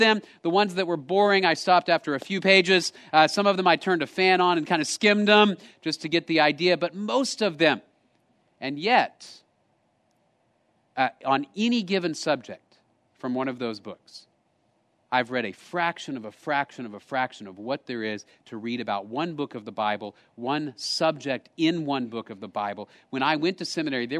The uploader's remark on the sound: Location: Grace Bible Church Creekside